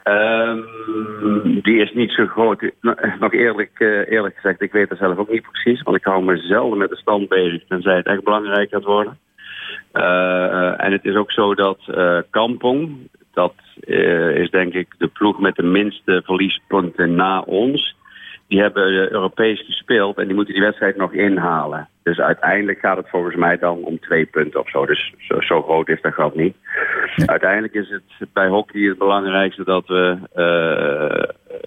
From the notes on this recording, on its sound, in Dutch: belt met de 'recordcoach' van Bloemendaal